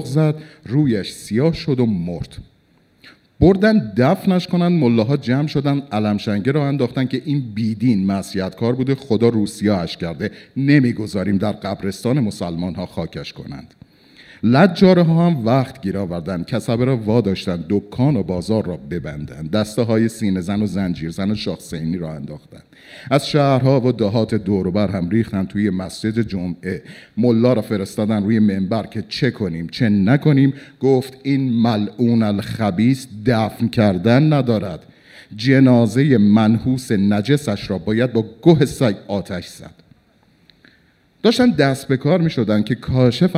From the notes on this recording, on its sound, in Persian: این اجرای زندهی ما به تاریخ هفتم مردادماه ۱۴۰۰ است که به بهانهی آغاز پنجمین سال فعالیتمان به صورت زنده ضبط و حالا منتشر میشود.